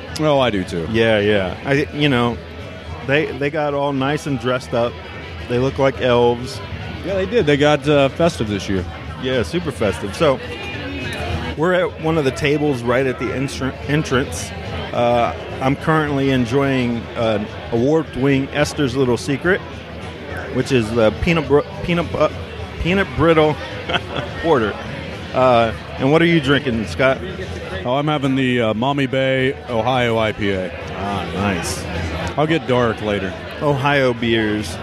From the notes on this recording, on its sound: podcast recorded at the 11th annual Santa Pub Crawl in the Oregon District in Dayton, Ohio